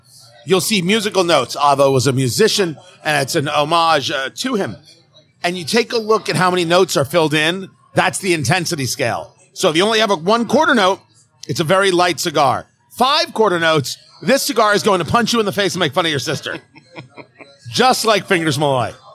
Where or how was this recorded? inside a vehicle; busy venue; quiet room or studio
busy venue